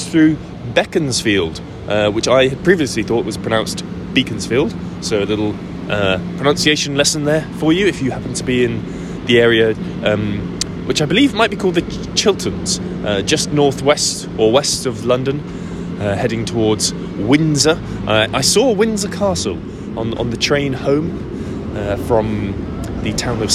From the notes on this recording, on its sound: Live from the Streets of Soho.